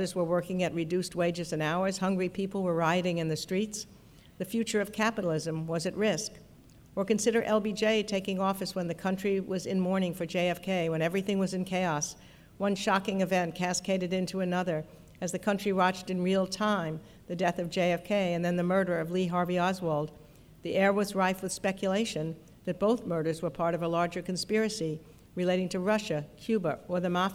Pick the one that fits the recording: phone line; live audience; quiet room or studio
live audience